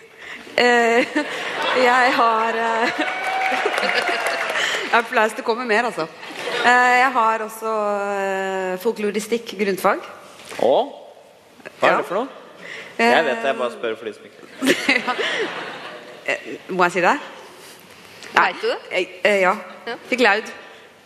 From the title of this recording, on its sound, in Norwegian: Bonuspodcast: Live fra Ås